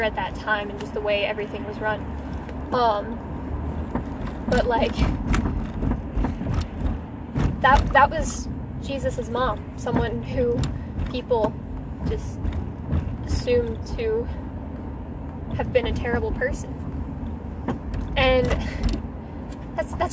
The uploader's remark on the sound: sorry about all the background noise.